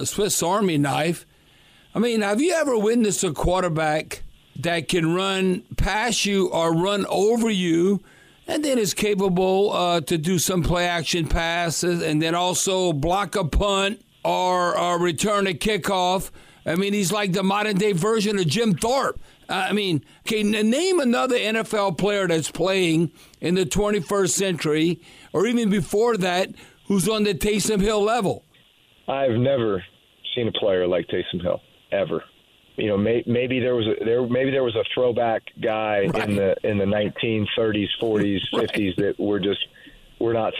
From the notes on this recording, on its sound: The Saints legend called into SportsTalk this week.